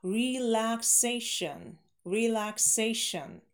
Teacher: Аж четыре слога и ударение на третий.